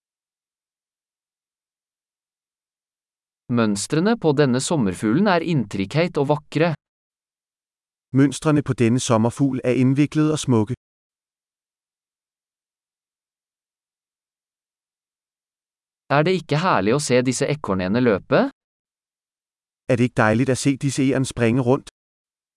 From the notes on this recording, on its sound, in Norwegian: Lyden av den ravende bekken er terapeutisk.